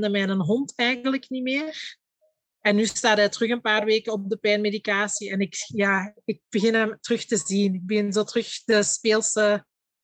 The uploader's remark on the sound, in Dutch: In deze aflevering (online opgenomen).